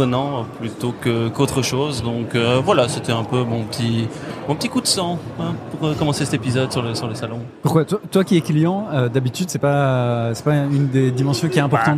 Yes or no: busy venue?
yes